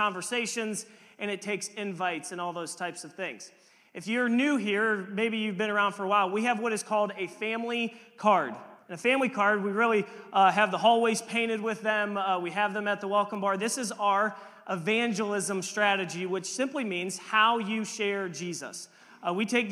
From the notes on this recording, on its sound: We have a panel of people from all walks of life. This message was preached on March 12, 2023 at FIVE39 Church.